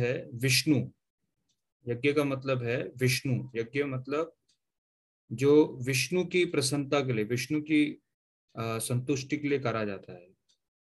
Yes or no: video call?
yes